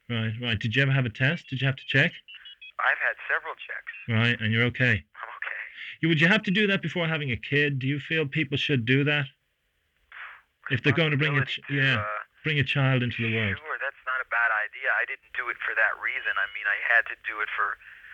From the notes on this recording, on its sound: This is an interview I did over the phone in 1993 for The Irish Times.